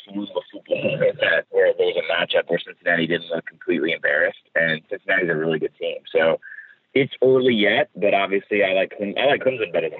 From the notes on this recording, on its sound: On the Modern Woodmen phone line.